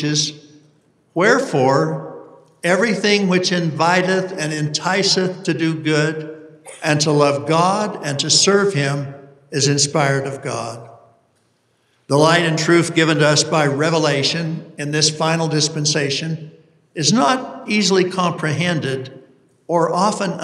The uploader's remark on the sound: delivered this university conference address on August 28, 2023